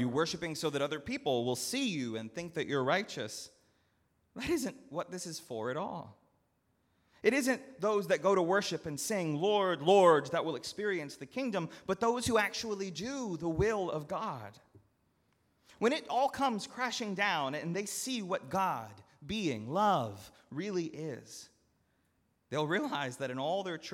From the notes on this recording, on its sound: at Northminster Church on November 3, 2019